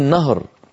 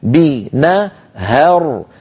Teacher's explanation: أولا الهاء مرققة ليست مفخمة وثانيا مفتوحة · Shown in: second take